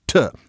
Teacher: You have an alveolar stop, t.